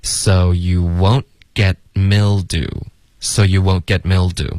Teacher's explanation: so you won't 的特省略， get 的特省略